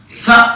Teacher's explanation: స అనగానే దంతాలు పైకి లేస్తాయి, దంత్యం అన్నారు దాన్ని